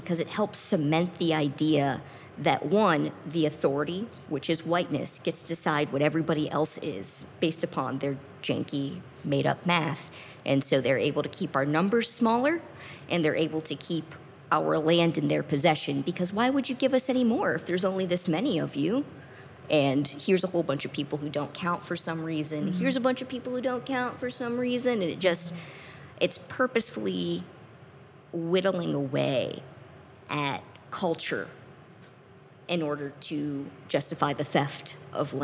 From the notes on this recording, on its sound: Live from the Cincinnati Playhouse. During this personal roundtable discussion.